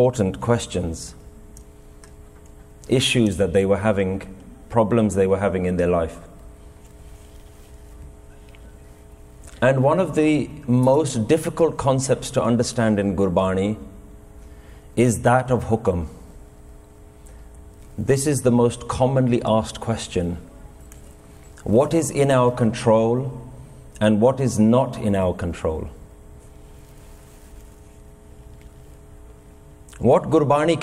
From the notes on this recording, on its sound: Recorded in Fremont Gurdwara, San Jose, California, USA in February 2018.